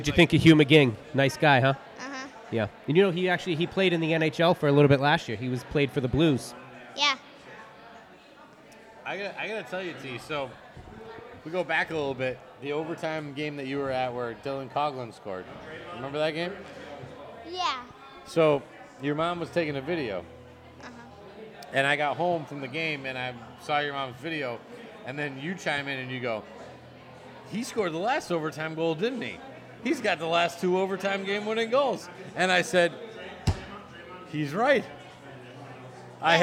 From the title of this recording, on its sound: SRG Live at White Lion Brewery